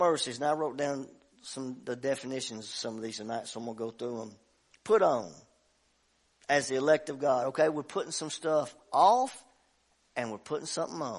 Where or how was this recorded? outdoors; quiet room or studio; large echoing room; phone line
large echoing room